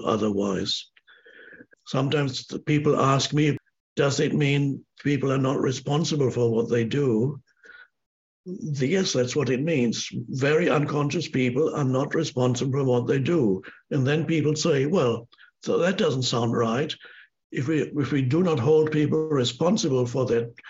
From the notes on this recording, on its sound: answers questions from a virtual audience around the world